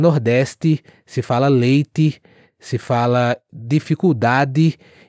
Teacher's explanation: no nordeste se fala o D com som de D mesmo e o T também com som de T mesmo